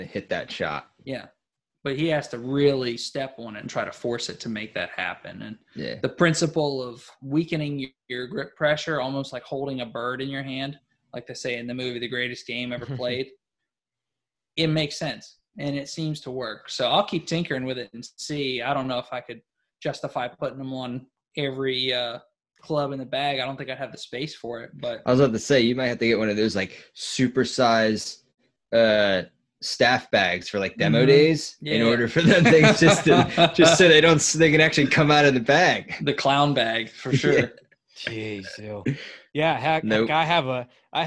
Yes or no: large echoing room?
no